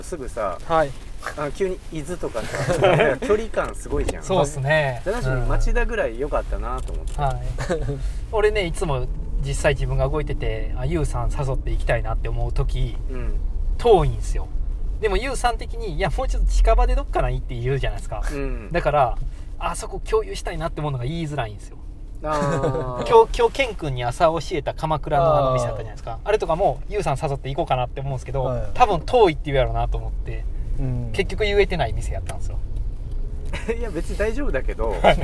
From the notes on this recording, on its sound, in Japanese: 恒例の移動中録音回。今回車で走っているのは目黒区五本木〜世田谷区池尻周辺の往復です。